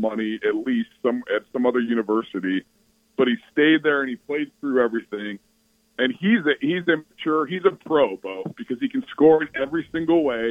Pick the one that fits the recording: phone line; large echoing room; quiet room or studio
phone line